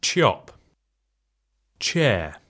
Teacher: CH-konsonanttiyhdistelmä ääntyy T:n ja suhu-ässän yhdistelmänä.